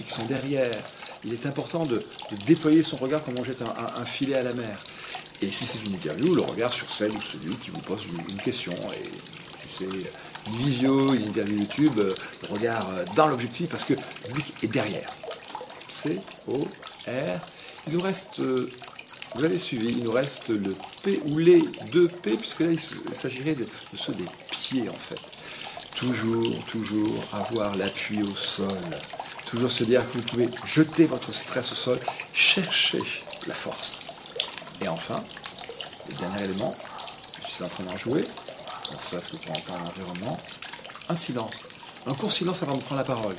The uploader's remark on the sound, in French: Nouvelle séquence du media trainer enregistrée dans mon jardin.